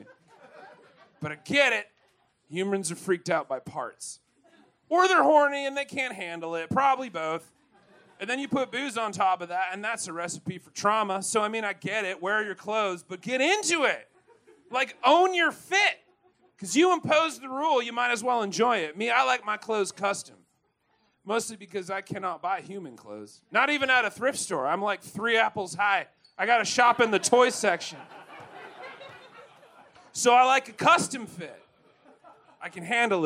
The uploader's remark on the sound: Recorded LIVE at the Historic Green Mill Cocktail Lounge in Chicago 3/18/23